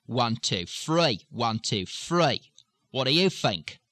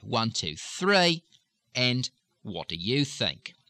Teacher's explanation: The Australians also will tend not to change the THs to Fs or Vs. · Shown in: second take